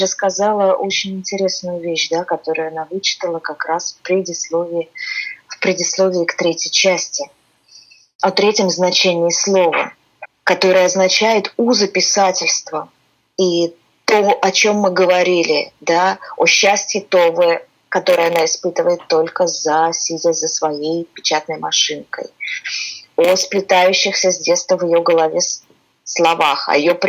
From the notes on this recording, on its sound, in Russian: Мы записывали этот выпуск удаленно и просим прощения за возможные звуковые помехи!